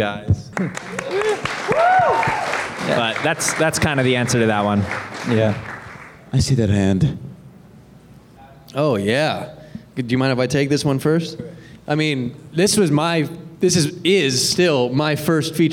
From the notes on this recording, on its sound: the Q&A Panel from the Space Waves World Premiere